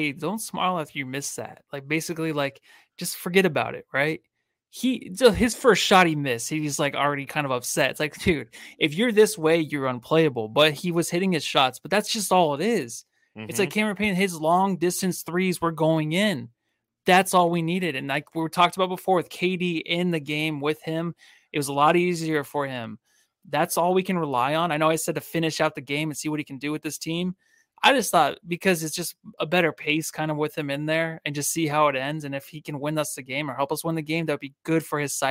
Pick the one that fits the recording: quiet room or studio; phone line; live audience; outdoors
quiet room or studio